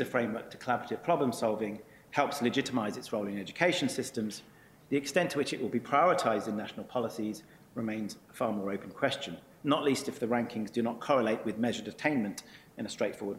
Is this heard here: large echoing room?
yes